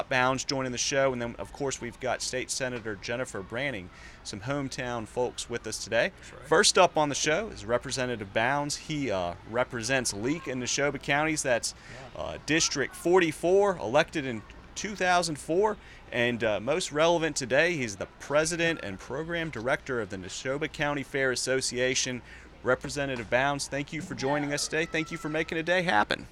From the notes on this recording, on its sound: On location at the Neshoba County Fair.